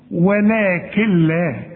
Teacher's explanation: اه شوف، بشبك الكاف مع اللام، تصور. يبقى انت لما بتسمعها مني كأن النون غير موجودة · Term: ادغام كامل بدون غنة